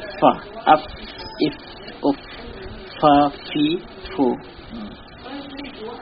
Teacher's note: প্রথম মাখরাজ ফা, উপরে ঠোঁট মিলিয়ে ফা উচ্চারণ হয়, উপরের সামনে দাঁতের কিনারা নিচের ঠোঁট মিলিয়ে ফা, ফা উচ্চারণ করতে গিয়ে অনেক ভাই দুই ঠোঁট মিলিয়ে দেন, কিন্তু দুই ঠোঁট মিলিয়ে দিলে সেক্ষেত্রে যখন উচ্চারণ হবে তখন শেষে একটা হয়ের মতো উচ্চারণের শ্বাস বেরিয়ে আসবে বা আওয়াজ বেরিয়ে আসবে।